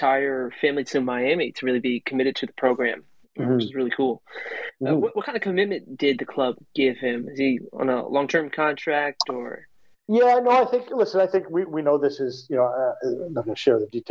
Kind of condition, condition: link, video call